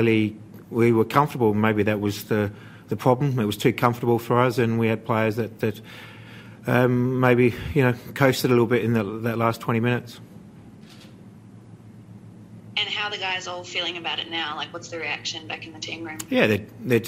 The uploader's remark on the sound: Post-Match Press Conference